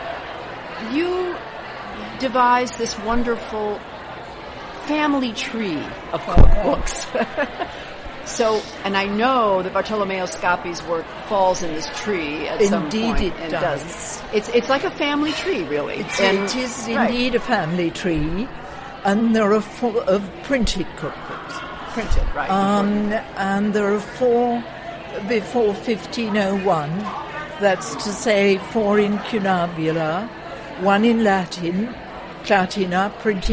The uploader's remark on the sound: Live From the IACP. The recent International Association of Culinary Professionals Conference held in Washington, DC. Live on the scene.